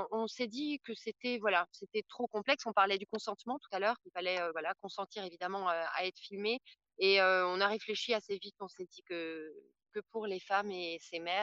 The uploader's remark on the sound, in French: Rendez-vous virtuel proposé sur Zoom par l'équipe de La Baleine.